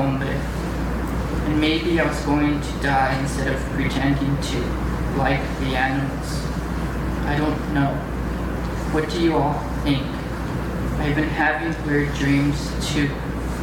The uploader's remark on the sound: Recorded March 23, 2015 in Meyer Auditorium at Lake Forest College.